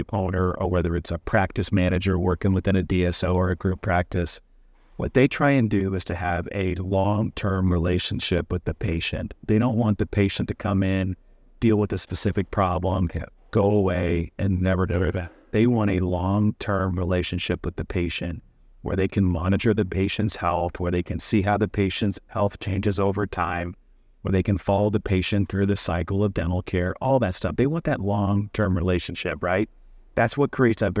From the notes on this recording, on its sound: recorded at the Dental Trade Alliance meeting